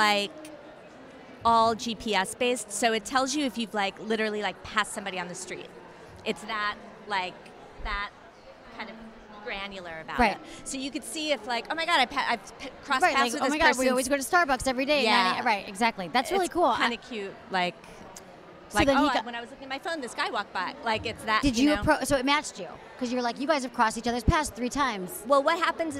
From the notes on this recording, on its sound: Live From Brooklyn. This special show takes us back to last year’s Sexual Health Expo. This live Q&A session from SHE in Brooklyn.